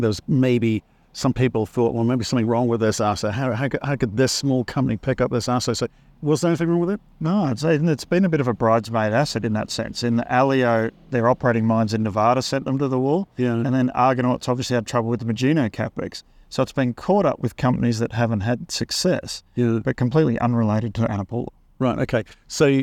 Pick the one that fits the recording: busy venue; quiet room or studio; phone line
busy venue